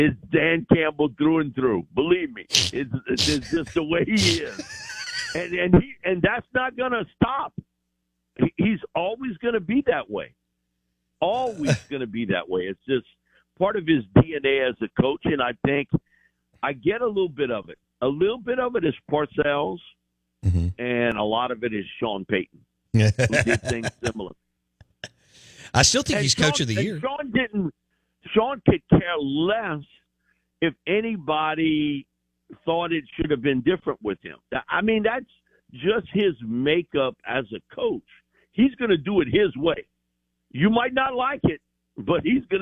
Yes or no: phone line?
yes